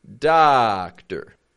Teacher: But the stress is different in Spanish from English. And in English, instead of giving two strong sounds, we're going to go strong, weak.